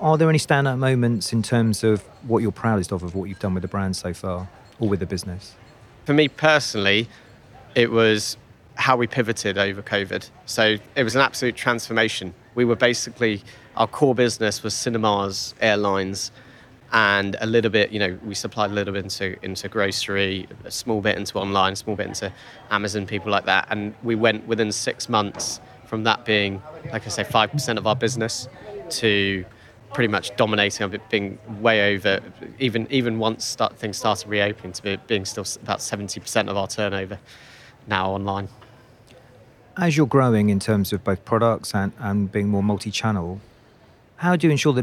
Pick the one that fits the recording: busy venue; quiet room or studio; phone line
busy venue